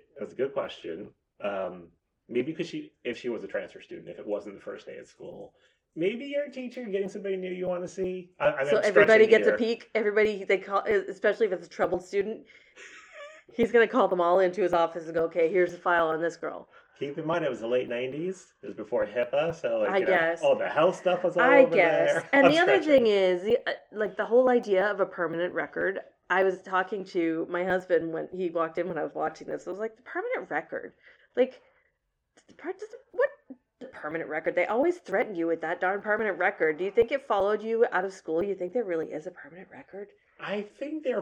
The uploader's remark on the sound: We're aware of a slight issue with the audio in this episode, and apologize.